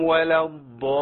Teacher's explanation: لان همزه الوصل هتقع برضو، واللام داخله في الضاد، ادغام لام شمسيه